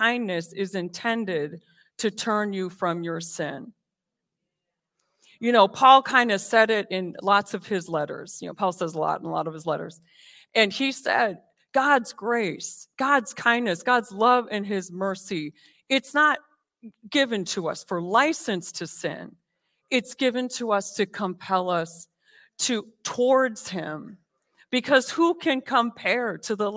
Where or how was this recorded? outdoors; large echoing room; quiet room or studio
large echoing room